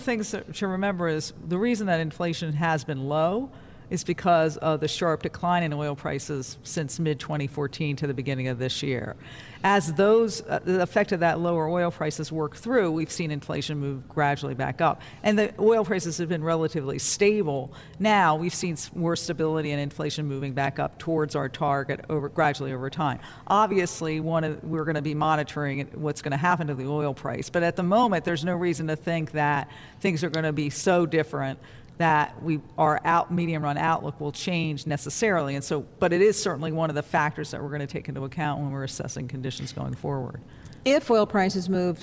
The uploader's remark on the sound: Live from the Federal Reserve Bank of Cleveland.